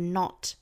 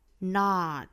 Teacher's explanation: 美式发法呢元音注意上下的开口都更大。 · Shown in: second take